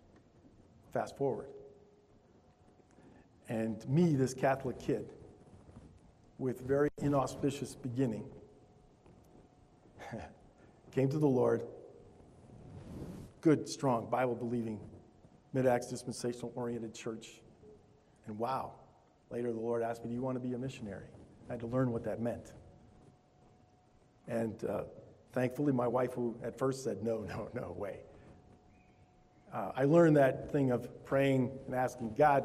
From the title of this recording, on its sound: Altoona Bible Church Worship Service